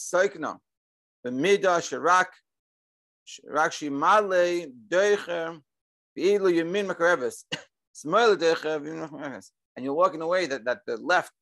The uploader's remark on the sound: Daily Zoom Shiur.